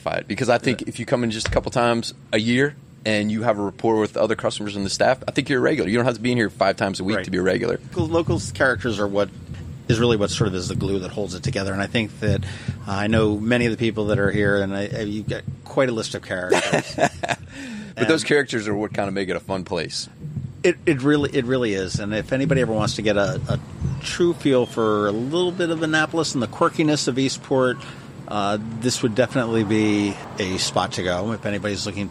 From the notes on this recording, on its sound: Today, we sit down outside of Davis' Pub